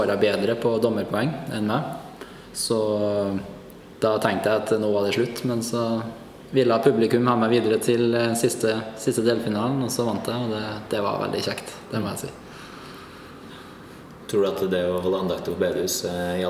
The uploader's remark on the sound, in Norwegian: På en konferanse for kristne akademikere i Barcelona. Beklager noe lavere lydkvalitet i et offentlig lokale.